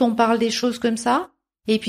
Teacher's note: Alors quand on fait une liste, on parle des choses comme ça, et puis systématiquement, à la fin de notre phrase, on a la voix qui monte dans l'aigu. · Term: intonation qui est très stéréotypée